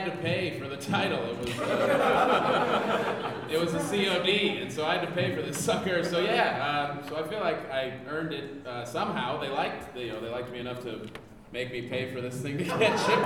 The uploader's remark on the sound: LIVE From Denver Comic Con 2015